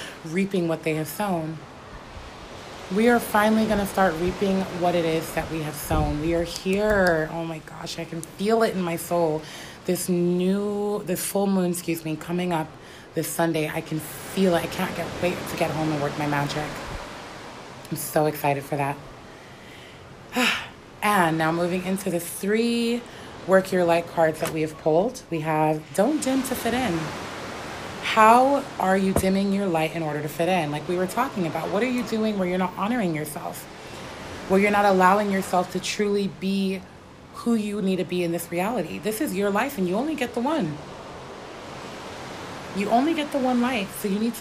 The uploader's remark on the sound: Hawaii!! You will hear the waves crashing the sound of the people and children laughing, the wind the birds chirping and just the sound of nature in it's essence. I thought that Hawaii would be the perfect location for today's episode.